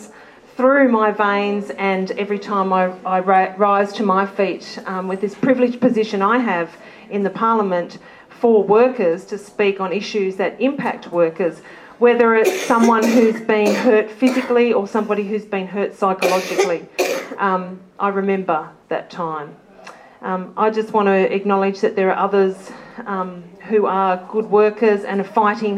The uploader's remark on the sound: Politics in the Pub. Speakers also respond to questions from the audience.